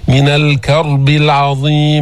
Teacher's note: الراء مستعلية مفخمة لأنها سكنت وقبلها مفتوح